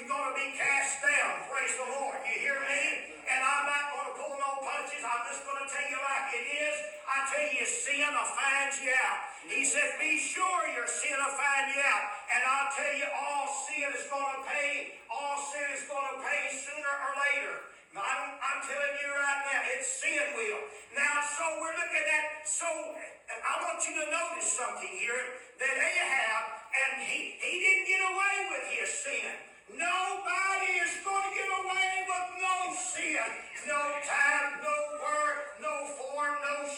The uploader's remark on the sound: Recorded live Oct.15th, 2023